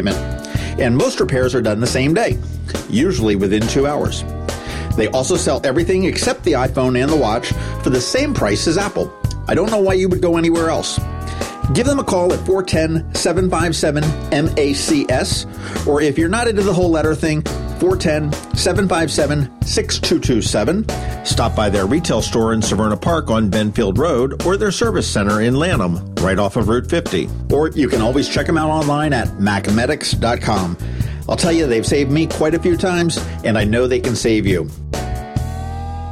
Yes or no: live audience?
no